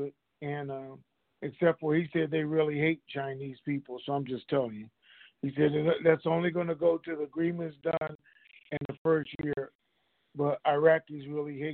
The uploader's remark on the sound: TNTSuperfantastic Conference Call.